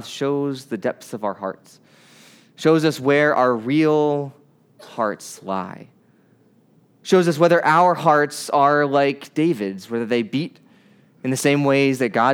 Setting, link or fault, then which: setting, large echoing room